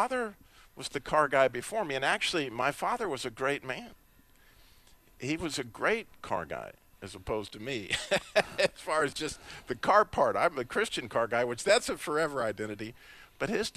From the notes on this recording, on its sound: Today's episode is from the Truth Live Day at Modern Chevrolet in Winston Salem NC.